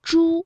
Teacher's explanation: 诸啊它这个舌尖呢是要抵住或者是接近硬腭的前部来发音的